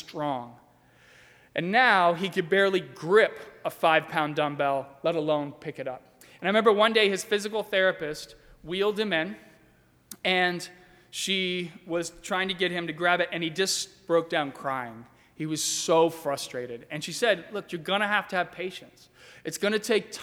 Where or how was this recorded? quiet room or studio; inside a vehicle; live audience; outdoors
live audience